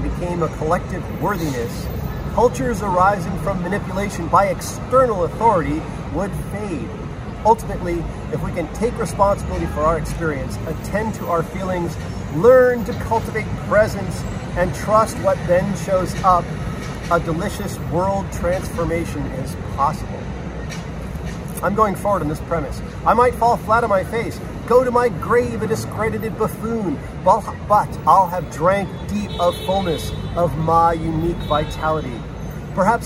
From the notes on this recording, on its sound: On the steps of NYC's 8th Avenue post office with way too much street noise and a smeary iPhone lens. Ambiance aplenty.